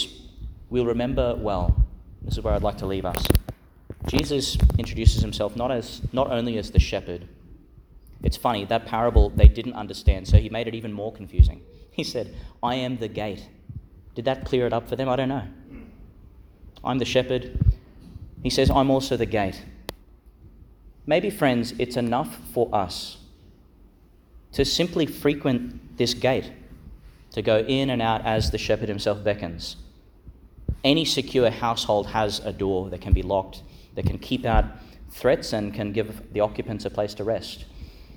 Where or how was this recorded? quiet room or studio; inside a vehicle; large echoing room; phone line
large echoing room